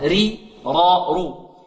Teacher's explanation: إذا كانت مكسورة مرققة، وإذا كانت مفتوحة مضمومة فهي مفخمة